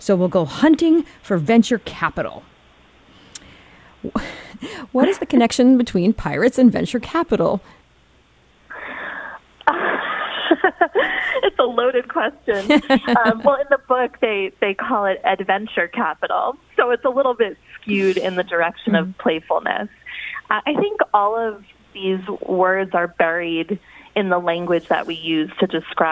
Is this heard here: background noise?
no